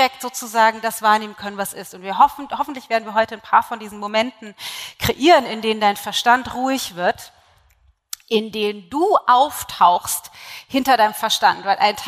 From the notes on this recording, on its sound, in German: Live-Aufnahme vom Into Being Event. Einen Live-Mitschnitt vom Into Being Event vom letzten Wochenende! Dort habe ich den knapp 200 Teilnehmern am Anfang die 3 Schlüssel (oder Säulen) meiner Into Being Coaching-Methode erklärt.